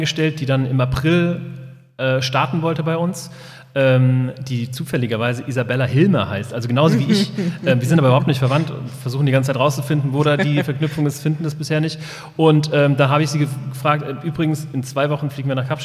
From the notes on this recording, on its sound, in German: Die Folge haben wir zur Hälfte live aufgenommen im Heimathafen in Wiesbaden, zur anderen Hälfte im Studio.